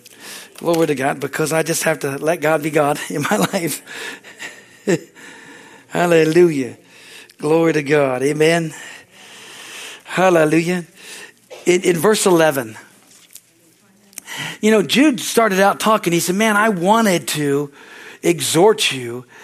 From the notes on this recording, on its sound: Is from the Sunday service on April 2, 2023 at Harvest Bible Church in Stockton, CA.